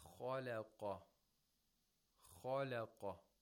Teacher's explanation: Lam is the only letter in this word which has the characteristic of istifal. And istifal, almost always, you have to pronounce the letters that have this characteristic with tarqiq.